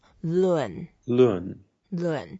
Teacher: it's the fourth tone, we go down